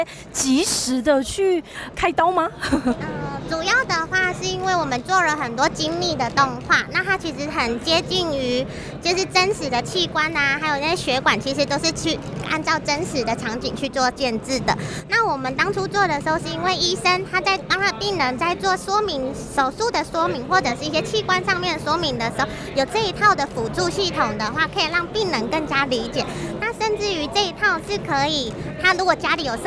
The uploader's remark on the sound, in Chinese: XR Express Taiwan現場突擊